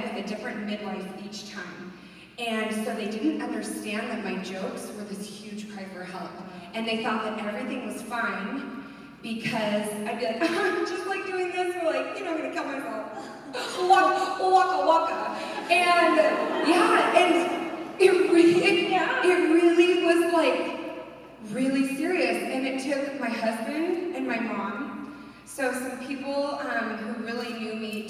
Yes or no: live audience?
yes